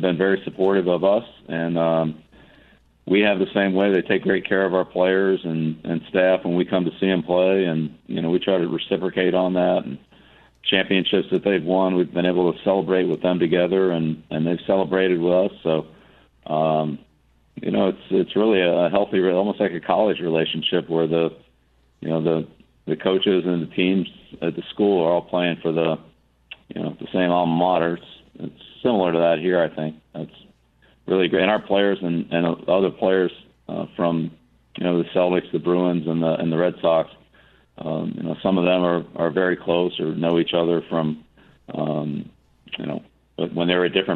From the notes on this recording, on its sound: Via phone for the Coaches’ Round Table at Fenway Park.